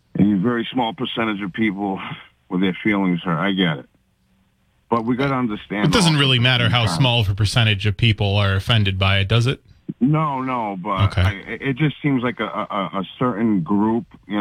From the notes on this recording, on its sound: Continues to take calls from the audience. Calls in to make her pitch to the voters.